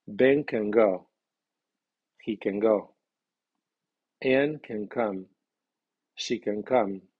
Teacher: El nombre lleva acento fuerte, pero el pronombre que comienza la aseveración lleva acento medio